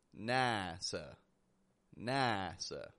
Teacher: I have heard a lot of people pronounce a clear, tense A sound here. And I'm here to tell you, my friend, we use a wide A